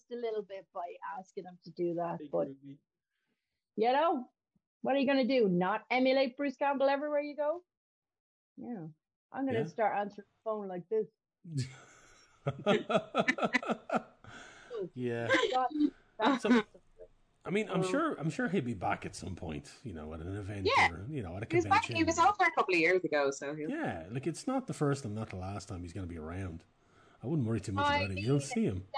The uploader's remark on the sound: The Pubcasters catch up over video chat.